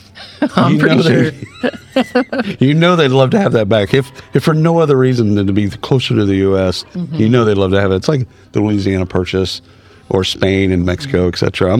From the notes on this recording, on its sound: at the isolved Connect user conference in Palm Springs